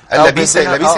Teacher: يبقى ابدل الهمزة بياء